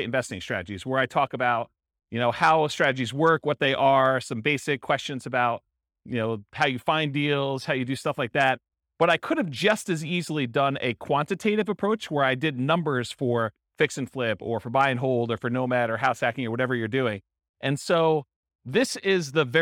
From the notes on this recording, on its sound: In Modesto, California. This was a live class recorded. The live in-person version.